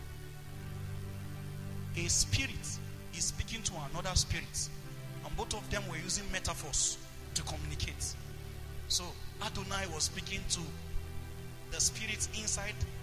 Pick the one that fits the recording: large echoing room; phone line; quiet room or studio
large echoing room